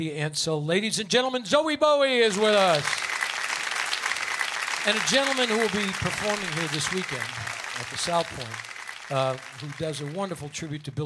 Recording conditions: busy venue